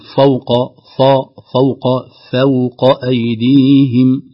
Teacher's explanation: كذلك فوق أيديهم، ننتبه لترقيق الفاء